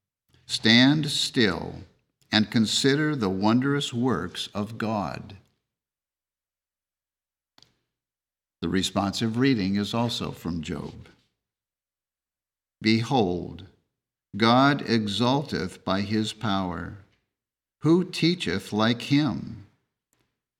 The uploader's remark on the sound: The Sunday service audio from June 18th, 2023